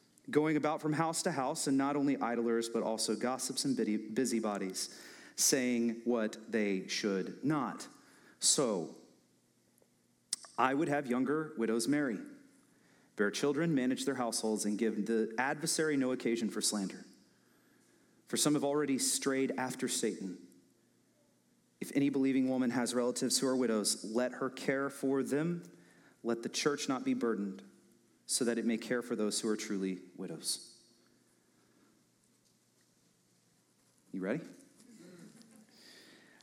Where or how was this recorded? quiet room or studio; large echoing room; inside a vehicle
large echoing room